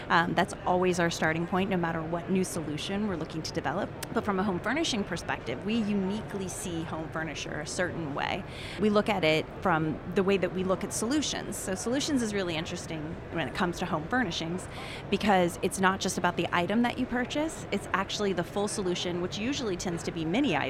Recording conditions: busy venue